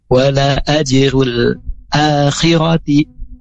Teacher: a-nya panjang, khirati-nya pendek.